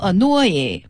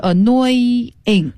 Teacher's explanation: 得拉长拖长一点啊，那个后鼻音得出来 · Shown in: second take